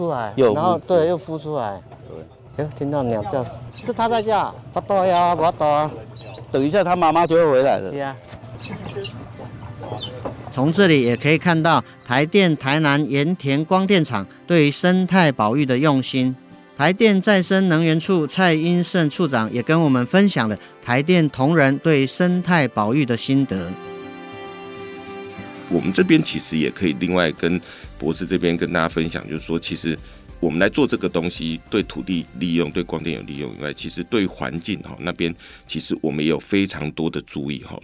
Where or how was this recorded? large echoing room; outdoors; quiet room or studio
outdoors